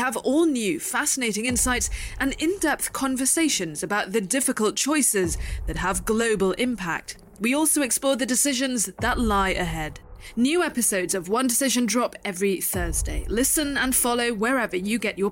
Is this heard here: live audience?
no